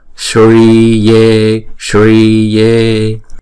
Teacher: Shri là hai nhịp và ye cũng là hai nhịp luôn. Chữ s có dấu sắc này là ển cong cái lưỡi mình lên trên vò miệng và phát ra âm thanh Shri, sh, sh.